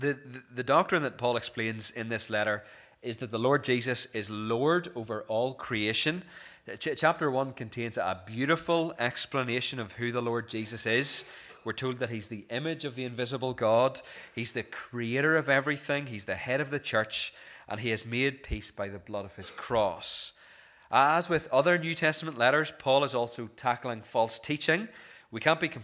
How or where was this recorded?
large echoing room